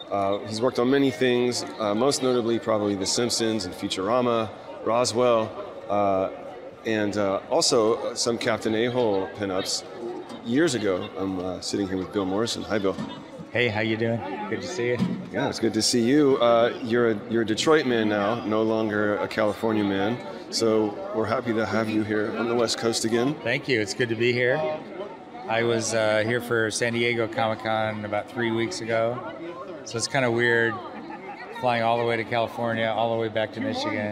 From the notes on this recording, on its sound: Live” at StocktonCon Summer 2022. Come to you Live from StocktonCon Summer 2022.